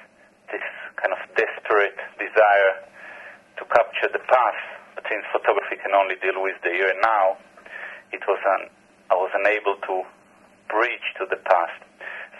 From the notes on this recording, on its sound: Via phone.